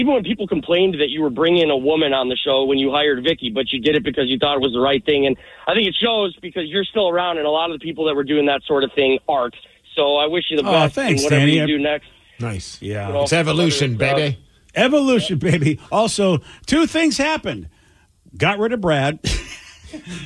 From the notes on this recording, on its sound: Last Show on KISW. The phone lines are jam packed!